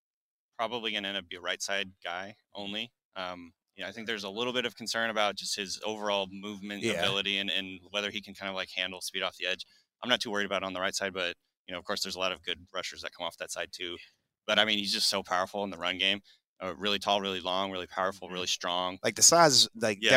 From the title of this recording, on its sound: LIVE from the NFL Combine